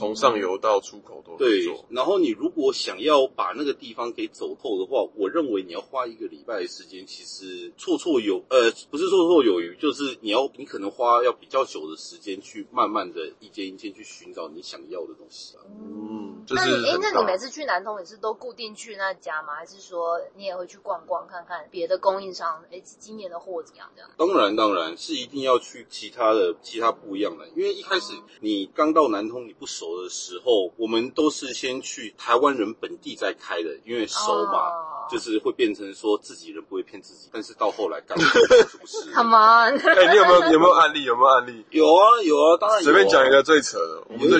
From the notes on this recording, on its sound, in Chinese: 本集節目在紫爆擁堵的國道五號上錄音，音質很糞沿路開車